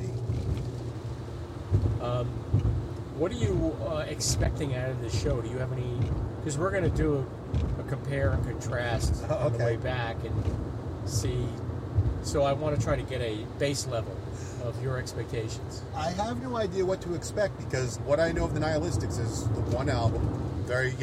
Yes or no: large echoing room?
no